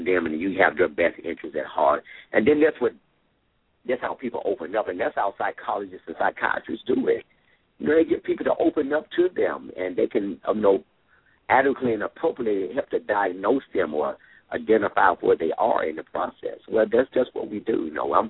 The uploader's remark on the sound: LML uses a progressive live call in format.